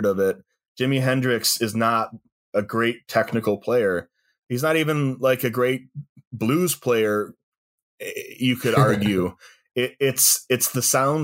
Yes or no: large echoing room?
no